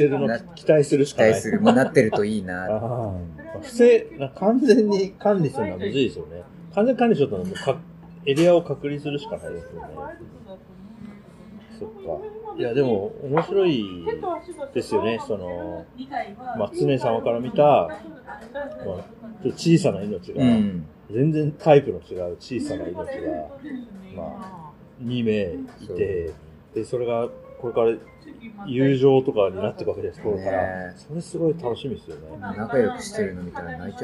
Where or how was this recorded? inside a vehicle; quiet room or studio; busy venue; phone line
busy venue